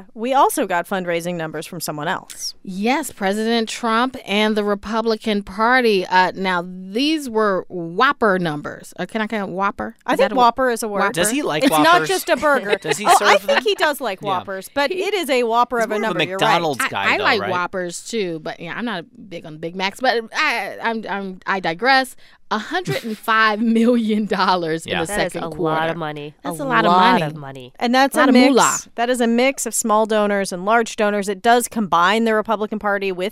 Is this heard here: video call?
no